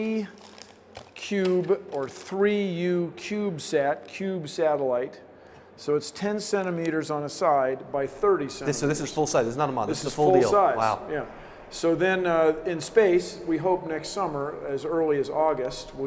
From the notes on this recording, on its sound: at the recent Science and Engineering Festival